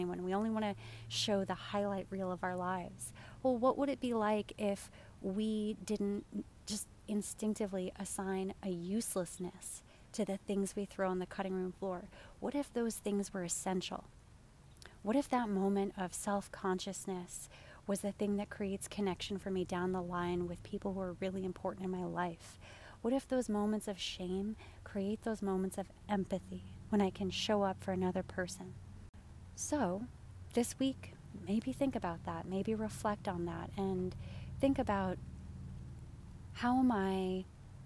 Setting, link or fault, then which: setting, outdoors